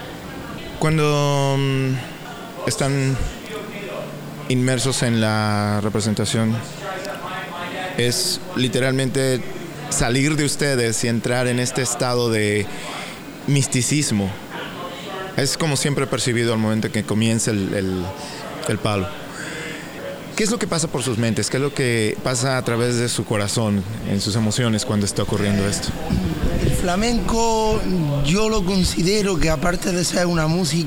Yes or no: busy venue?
yes